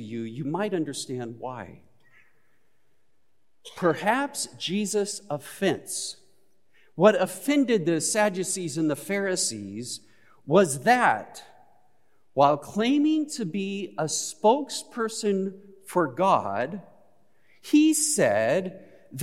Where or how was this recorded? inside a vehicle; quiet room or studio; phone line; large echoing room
large echoing room